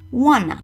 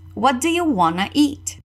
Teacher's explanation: É super comum juntar o want com o to. E aí vai soar como wanna.